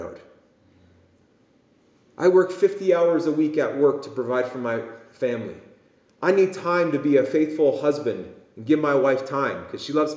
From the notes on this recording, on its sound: This message was preached at Promise Worship Centre International in Kitchener Ontario.